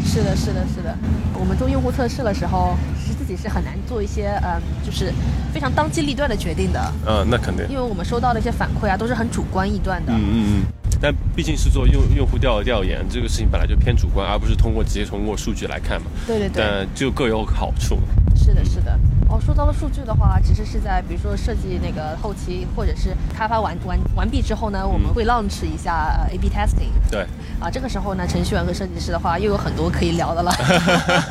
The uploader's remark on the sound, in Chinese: 户外录音，稍有杂音